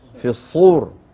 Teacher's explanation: في الصور بالصاد المفخمة